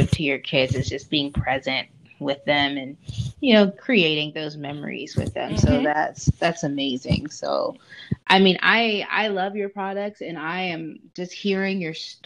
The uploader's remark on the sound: I apologize for the less than perfect audio.